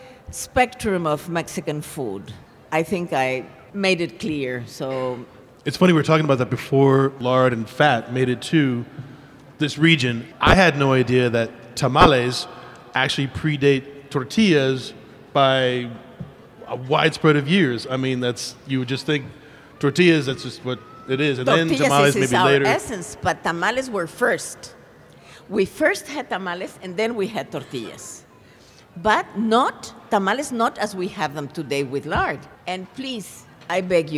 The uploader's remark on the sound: a presentation from the 2016 Tucson Festival of Books